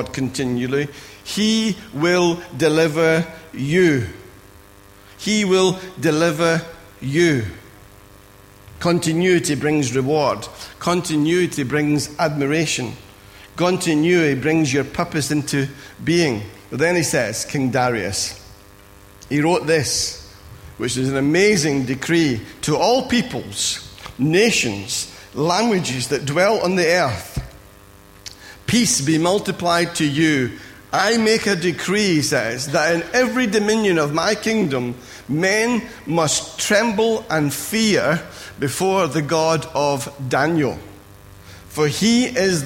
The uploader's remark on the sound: Recorded at freedomcentre church, Preston on Sunday 23rd April 2017.